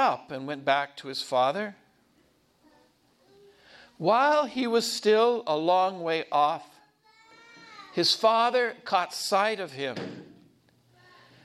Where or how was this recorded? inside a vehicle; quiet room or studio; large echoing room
large echoing room